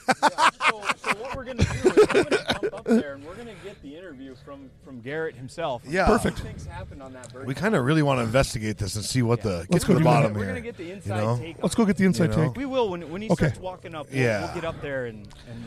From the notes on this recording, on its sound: Coming to you from the beautiful Wildwood Golf Course in Burlington, ND it's the first annual Kirk Elm Classic.